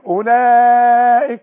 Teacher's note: المد بتاع أولئك ده لازم تمد اتنين ألف